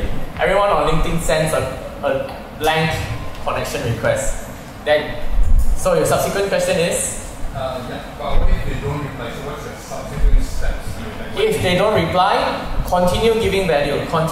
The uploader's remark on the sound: Here is a recording of my interview session at weGrowth Marketers meetup.